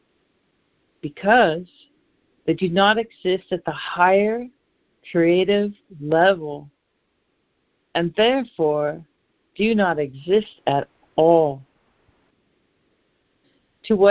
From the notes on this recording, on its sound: ACIM Daily Conference Call.